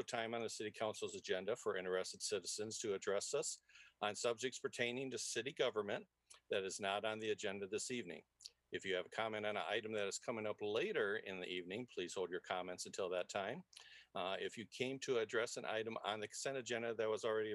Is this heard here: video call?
yes